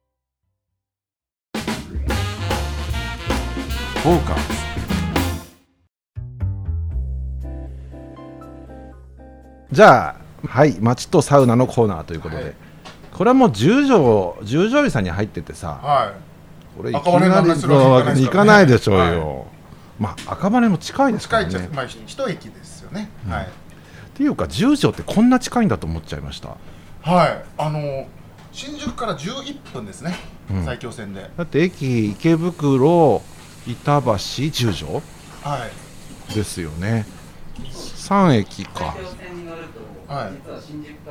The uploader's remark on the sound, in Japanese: 今回は 十條湯 に併設された 喫茶深海 での収録！雰囲気ある店内で自然と会話も弾みます。